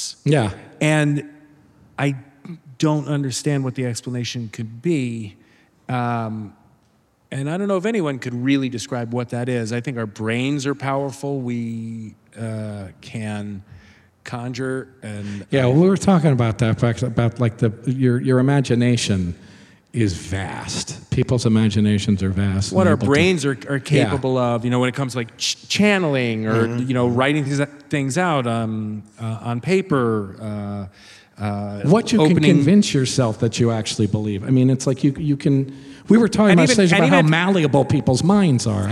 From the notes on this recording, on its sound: Recorded live at the Murmrr Theater in Brooklyn, NY.